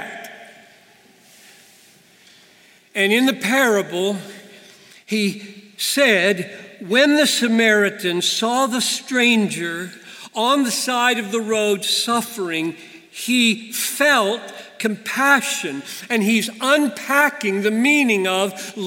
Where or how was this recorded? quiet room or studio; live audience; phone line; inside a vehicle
live audience